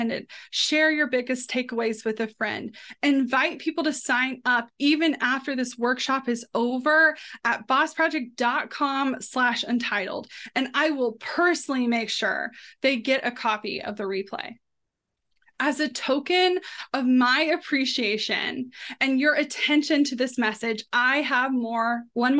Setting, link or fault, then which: link, video call